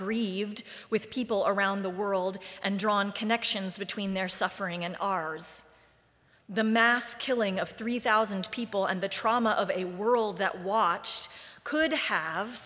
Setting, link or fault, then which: setting, large echoing room